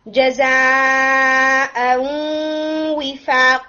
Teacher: آپ نے جو غنہ کے لیے ٹھہرنا ہے وہ تھوڑی زیادہ دیر ٹھہرنا ہے · Term: غنہ کا ٹائم